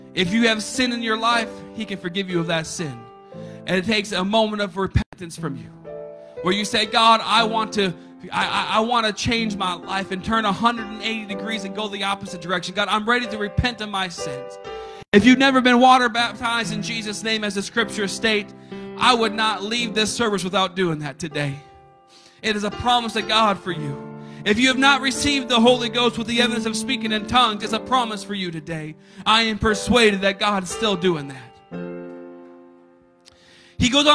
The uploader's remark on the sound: a service recording from Connect Point UPC